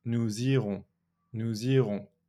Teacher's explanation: Nous, N-O-U-S, irons, I-R-O-N-S. And I do the liaison between the S of nous and the I, the vowel of irons.